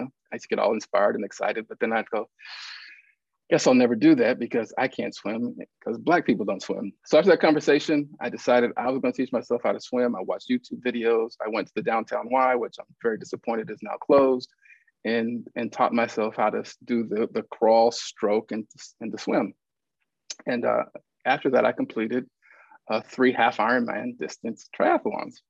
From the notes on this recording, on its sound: in a Zoom edition of Sheldon Museum of Art’s Look at Lunchtime series